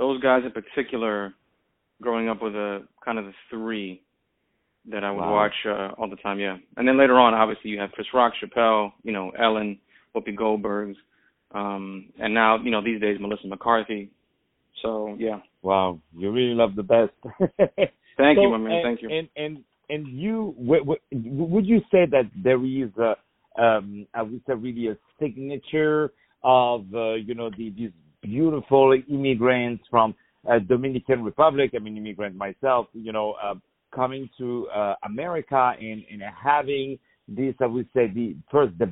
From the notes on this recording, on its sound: On the phone